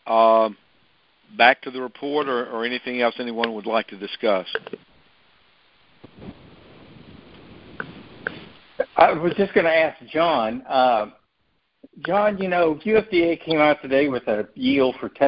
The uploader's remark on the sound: August 2023 Monthly Cotton Conference Call